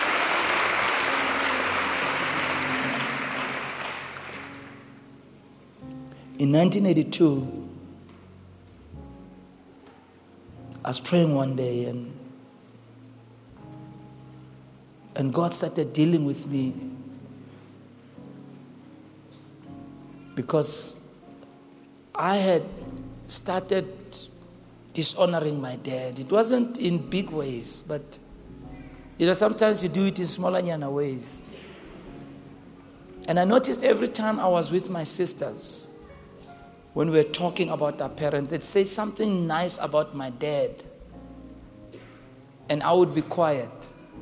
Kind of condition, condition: setting, large echoing room